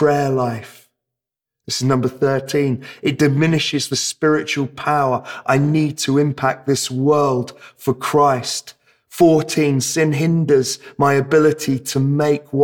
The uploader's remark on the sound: This sermon was preached at Welcome Baptist Church on Sunday 24th April 2022.